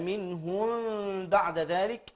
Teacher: ميم بعدها باء إخفاء شفوي وبتكون معرى